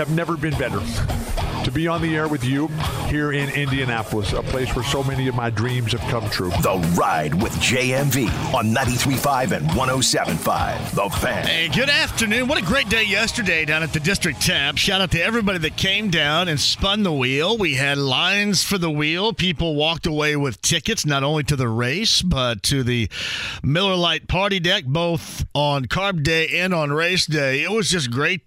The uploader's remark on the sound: He then opens the phone lines and takes some calls! The show keeps going with some phone calls on a variety of subjects!